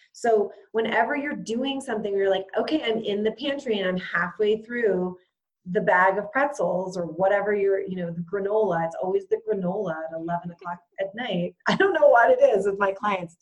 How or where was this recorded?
video call